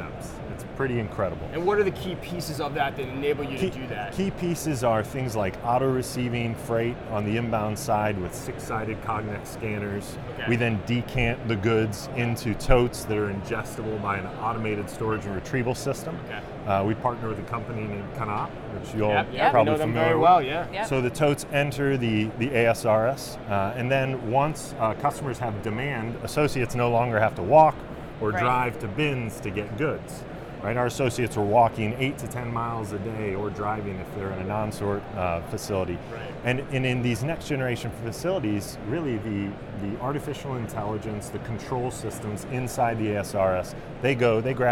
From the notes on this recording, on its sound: Live From NRF. LIVE FROM #NRF2024.